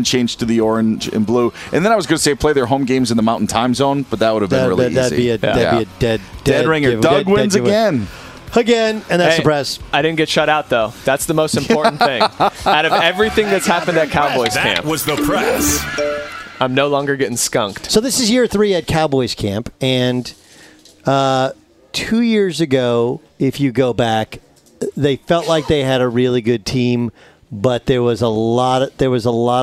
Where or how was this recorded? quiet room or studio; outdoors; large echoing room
outdoors